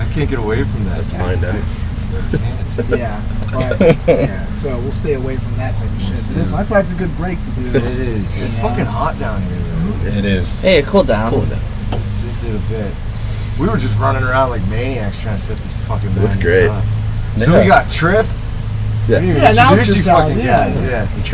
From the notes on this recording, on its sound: sorry for the poor audio.